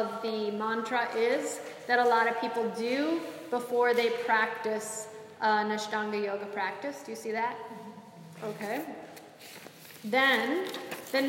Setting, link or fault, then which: setting, live audience